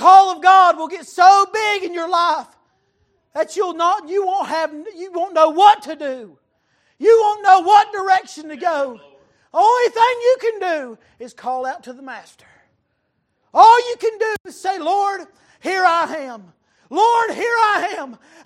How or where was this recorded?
large echoing room